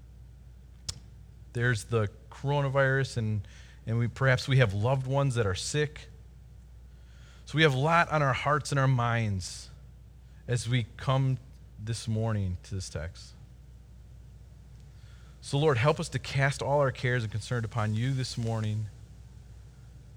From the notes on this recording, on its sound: Delivered Sunday, April 26, 2020 at Woodridge Community Church (New Berlin, WI).